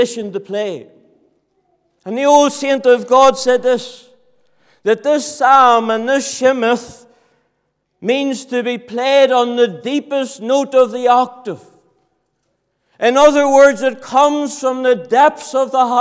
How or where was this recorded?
large echoing room